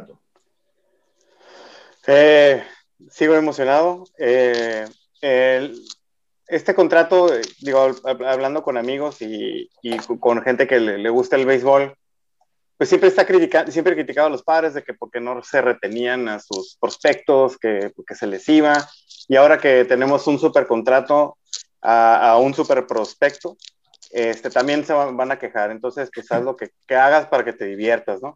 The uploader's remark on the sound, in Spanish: de manera virtual, obvio, vía Zoom